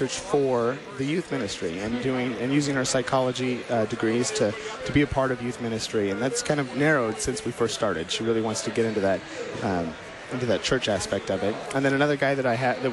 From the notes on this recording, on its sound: Live from the 2019 LCMS National Youth Gathering